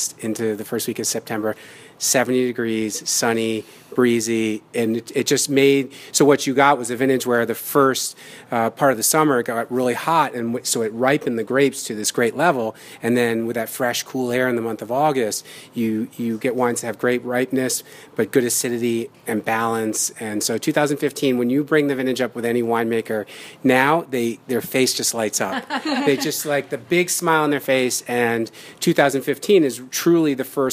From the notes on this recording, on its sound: Recording from Ambulance Brew House in Nanuet